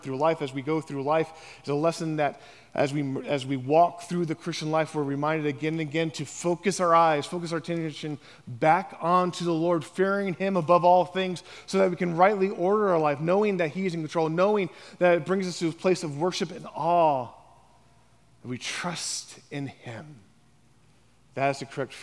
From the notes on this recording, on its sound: on the morning of September 10, 2023, at Chaffee Crossing Baptist Church